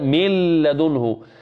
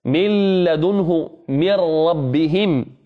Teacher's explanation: أضغمت النون في اللام وأضغمت النون في الراء بغير غنة، من لدنه من ربهم، ولا يوجد فيها غنة.